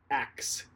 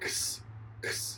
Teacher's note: So that's why it's easier to say X, Because you're going kss, kss. You're going from a stop into a fricative. Fricative. So the air stops for a second, but then you continue it.